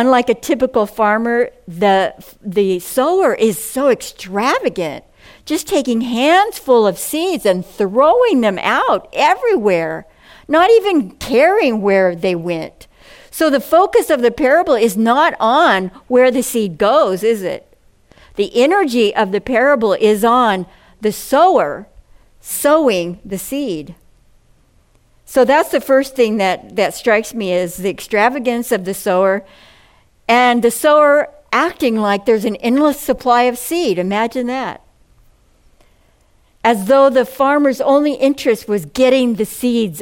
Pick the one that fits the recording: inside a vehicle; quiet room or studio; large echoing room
large echoing room